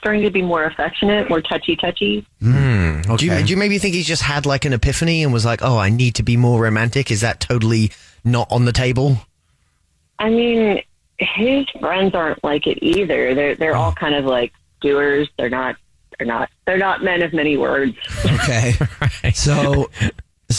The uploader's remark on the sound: on the phone